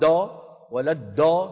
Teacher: أما لو ضغطت للأمام دا ولا دا، هذه إيش؟ دال مفخمة وليس ضادا